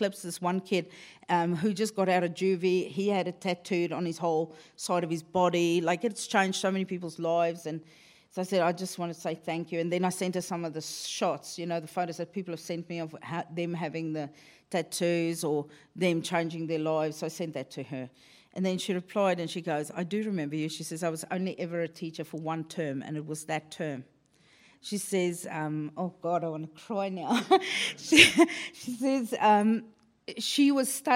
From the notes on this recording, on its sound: Recorded in front of a live studio audience at the Just for Laughs comedy festival in Montreal!